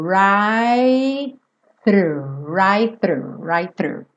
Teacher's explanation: você já chega a língua um pouquinho mais para fora, para poder fazer o th do through. E já traz a língua, né?